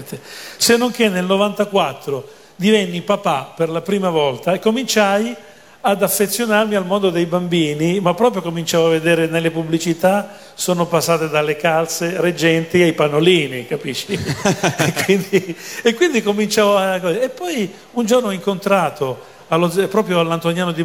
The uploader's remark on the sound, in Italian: Dal palco centrale di Lucca Comics & Games 2017